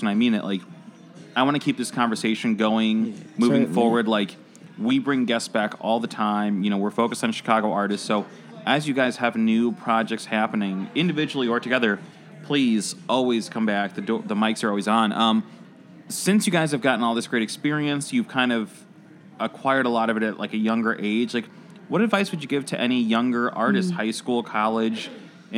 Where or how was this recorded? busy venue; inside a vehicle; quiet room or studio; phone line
busy venue